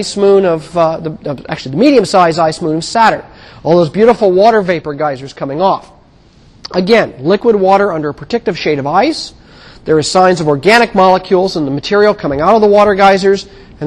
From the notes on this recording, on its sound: Recorded on 2007 Nov 30 in 1000 McPherson Lab on the Columbus campus of The Ohio State University.